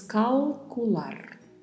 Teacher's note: E temos ao final um R com vibrato.